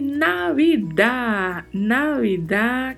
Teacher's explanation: A particularidade de pronúncia aí é a letra V, né, que tem um leve som de B